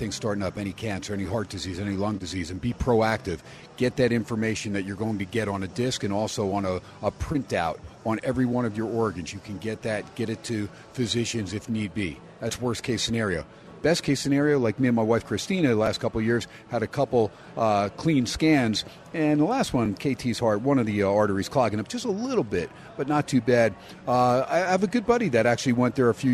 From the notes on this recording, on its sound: "Live" from Steiner's Pub in Las Vegas